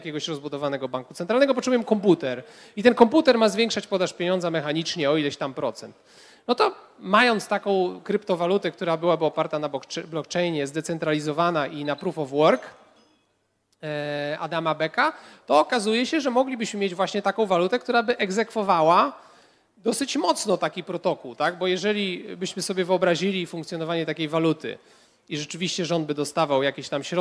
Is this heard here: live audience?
yes